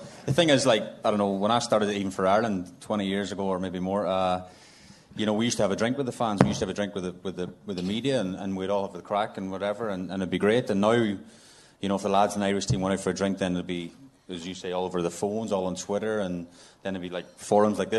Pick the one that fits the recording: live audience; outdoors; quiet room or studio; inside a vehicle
live audience